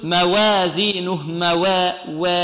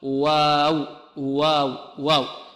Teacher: إذن الواو لا نفخمها ولا نميل فتحتها · Shown in: second take · Term: الواو العربية